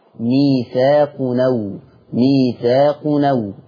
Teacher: بمسك الهمزة وشيلها واخد الحركة بتاعتها وحطها على التنوين لأن التنوين ما هو إلا نون ساكنة فتقرأ ميثاق نو ميثاق نو. · Term: حكم النقل